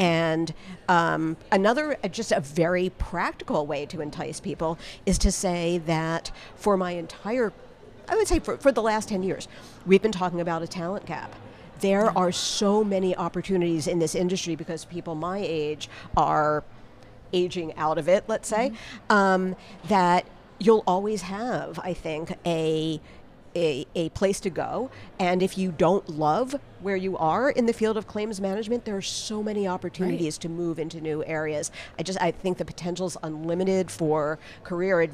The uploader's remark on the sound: Live from ClaimsXChange